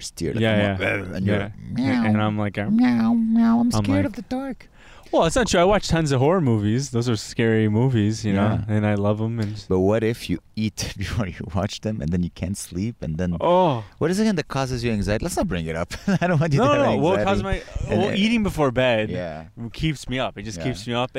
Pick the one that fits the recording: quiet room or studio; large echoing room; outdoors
outdoors